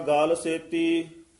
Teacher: ਗਾਲ ਪੋਲਾ ਉਚਾਰਨ ਕਰਨਾ ਗਲੇ ਦਾ ਵਾਚਕ ਹੈ, ਇੱਥੇ ਗੱਲ ਨਹੀਂ ਕਹਿਣਾ ਹੈ